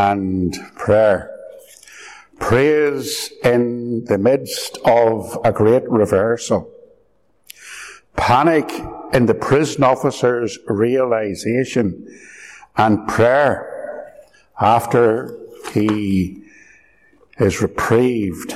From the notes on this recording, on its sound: Sermon recorded live at Ballymacashon Church. Live recording - so the sound quality is a little 'echoey.